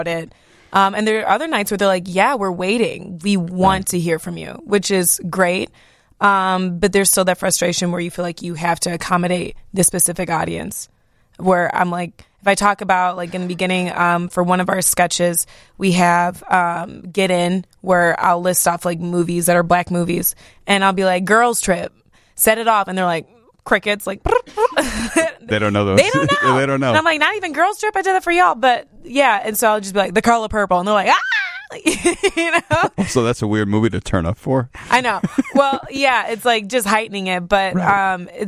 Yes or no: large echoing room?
no